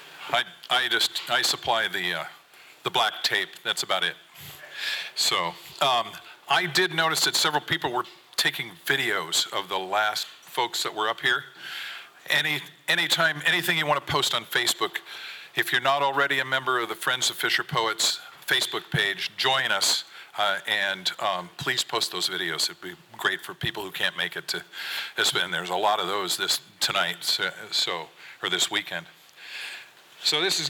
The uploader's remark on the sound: 2023 FPG-Ten Fifteen Theater-Saturday Night. From the 2023 FisherPoets Gathering. This recording was made on Saturday, February 25th, 2023, at the Ten Fifteen Theater in Astoria, OR as part of the FisherPoetry Archive Project.